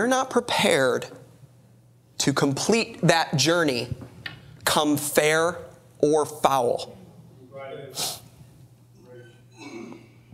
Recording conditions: large echoing room